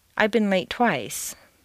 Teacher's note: it's too much work to say, I've been a late twice, so you say it almost as if it were a single word · Term: consonant-consonant liaisons